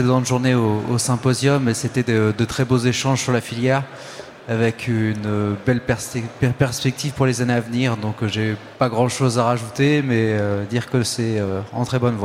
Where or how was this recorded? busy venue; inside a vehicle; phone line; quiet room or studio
busy venue